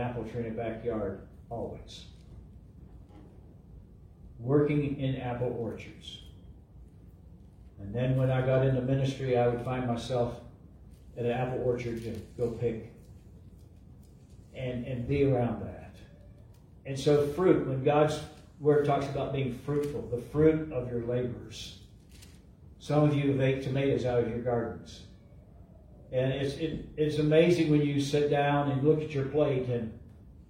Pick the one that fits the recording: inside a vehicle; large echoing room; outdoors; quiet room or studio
large echoing room